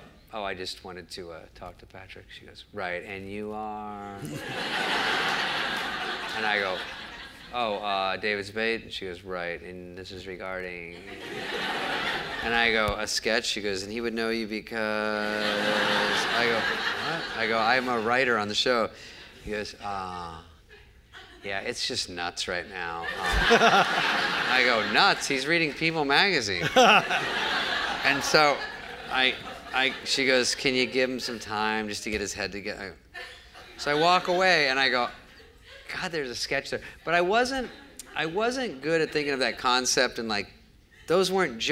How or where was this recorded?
live audience